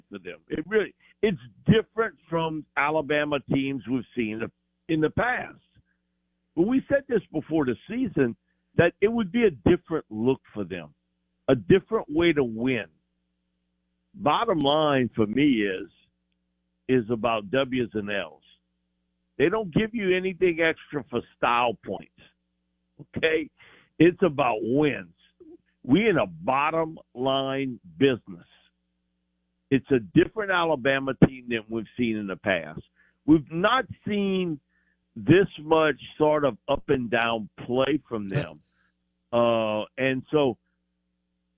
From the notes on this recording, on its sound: Joins the show on the Farm Bureau guest line talking about college football live in the BankPlus Studio.